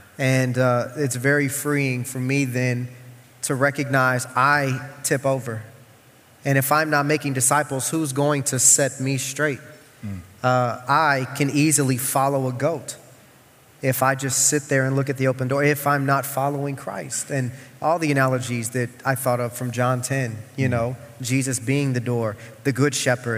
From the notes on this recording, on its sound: The following audio comes from the National Disciple Making Forum by Discipleship.org. We had some great Main Stage speakers bring us convicting and inspiring messages.